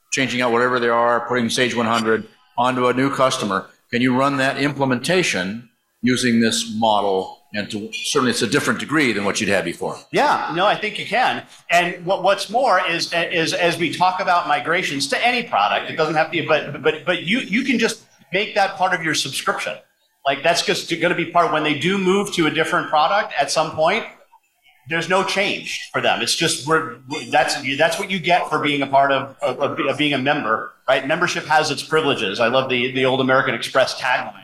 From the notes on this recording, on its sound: LIVE from the Meeting of the Minds 2022. Doing the show live from the 90 Minds annual conference, The Meeting of the Minds in Huntington Beach, CA.